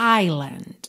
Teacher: Island, porque se escreve I-S-L-I-N-D, mas esse S é completamente mudo. Fica island, nem traço do S